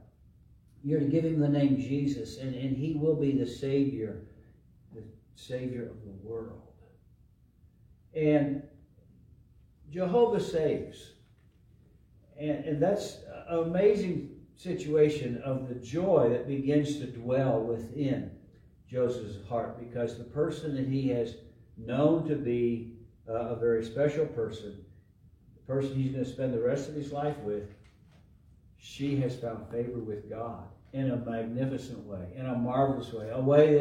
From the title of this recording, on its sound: LIVE from Calvary